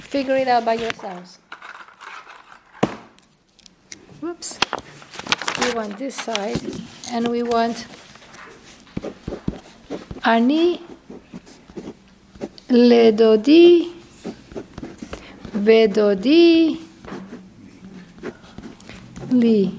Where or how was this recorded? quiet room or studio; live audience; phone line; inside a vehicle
live audience